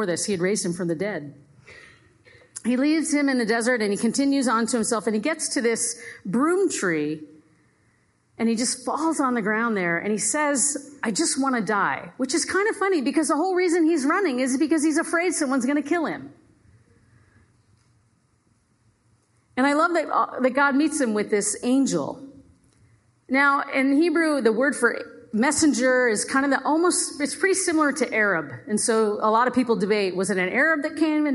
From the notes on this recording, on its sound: Audio from the Tuesday university student fellowship, the Inn.